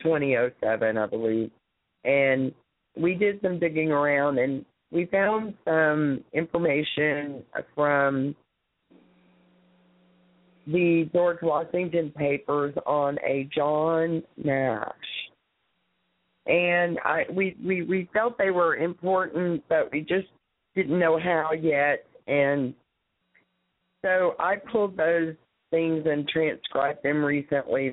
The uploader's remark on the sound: Open Mic Sunday. Call in comments.